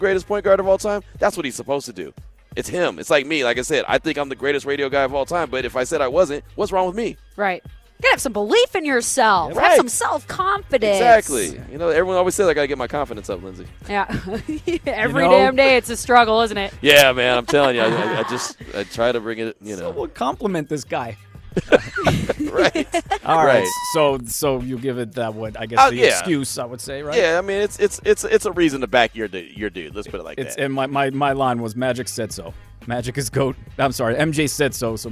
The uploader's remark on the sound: LIVE AT CIRCA SPORTS